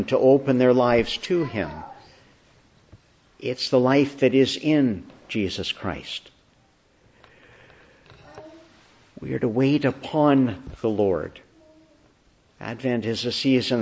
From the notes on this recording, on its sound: December 11, 2022 Morning Service. Preached in the Annunciation of the Blessed Virgin Mary, Ottawa, on the third Sunday of Advent, Year.